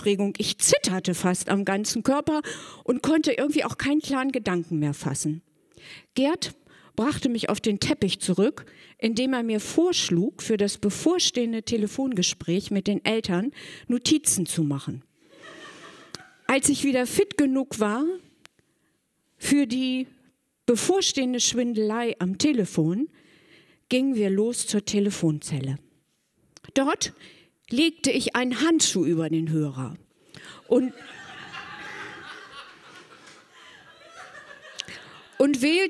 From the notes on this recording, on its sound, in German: Ein Beitrag von der „texte von gestern“-Liveshow am 13.10.2018 im kukoon Kulturkombinat, Bremen. Heißen Dank an das kukoon, unser tolles Publikum.